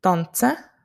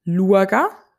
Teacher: im Bündnerischen enden viele Verben und Nomen auf A, was im Baseldeutsch auf E würde enden · Shown in: second take